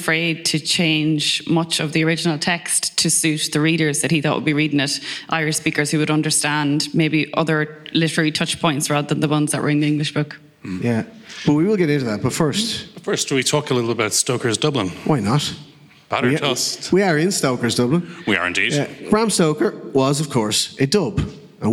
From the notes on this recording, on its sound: With thanks to the Bram Stoker Festival, the Motherfoclóir Podcast was resurrected for one afternoon in October 2022. In this recording of last year's live show.